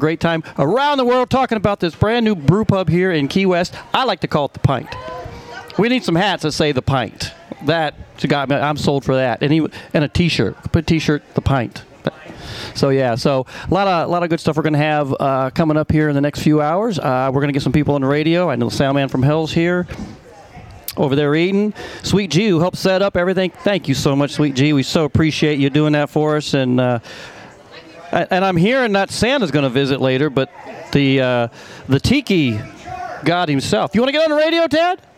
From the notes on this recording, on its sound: Southernmost Pint Brewpub Grand Opening. Special "LIVE" Broadcast at The Southernmost Pint Brewpub for their "Grand Opening". 522 Front Street here in Key West!